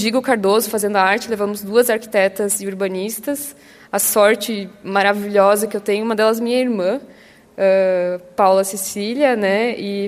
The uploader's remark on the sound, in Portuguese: Nesse episódio, gravado durante o 17º Congresso Brasileiro de Medicina de Família e Comunidade. Intervenções da plateia.